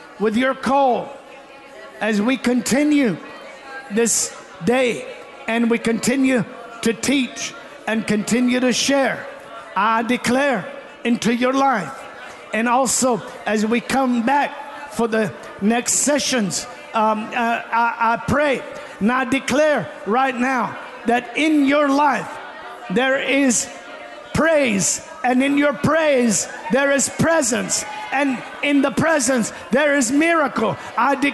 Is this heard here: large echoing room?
yes